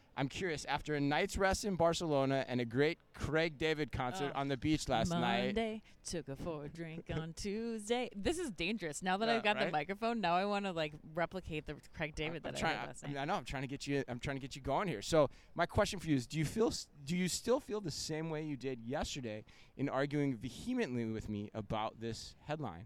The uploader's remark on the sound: Live from Shoptalk Europe in Barcelona.